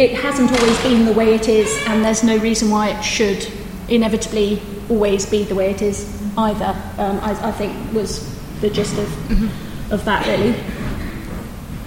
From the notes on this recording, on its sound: This special bonus episode features a live recording from the discussion panel we took part of as part of ICON’s annual meeting in November 2018.